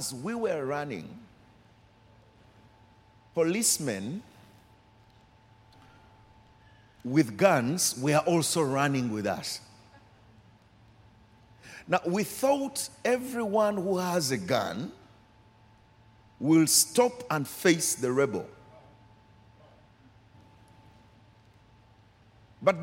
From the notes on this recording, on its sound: Recorded during our 5pm service